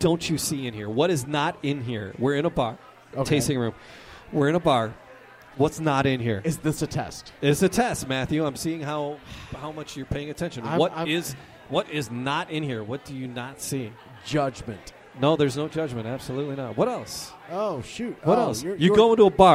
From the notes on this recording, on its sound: recored live at Detroit City Distillery in the Eastern Market